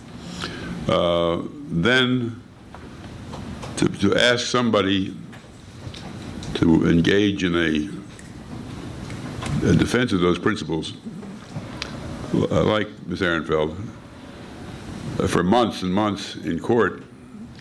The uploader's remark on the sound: Libel Tourism, “Hate Speech,” and Political Freedom, a conference held by The New Criterion and the Foundation for Defense of Democracies.